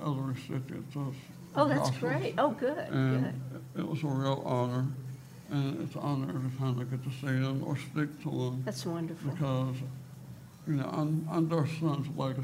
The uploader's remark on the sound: Our podcast is recorded live for the first time in front of a studio audience.